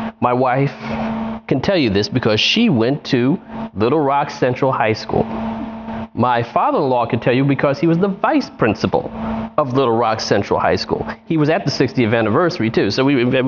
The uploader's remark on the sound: Broadcast from Live Together, Learn Together’s conference in Washington, D. Broadcast from Live Together, Learn Together’s conference in Washington, D.C.